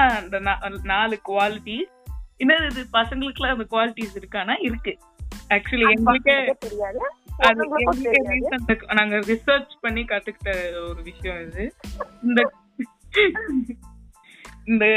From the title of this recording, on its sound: Random phone call